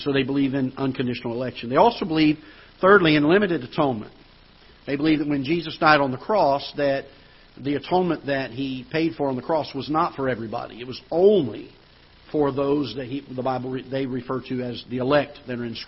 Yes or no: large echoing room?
yes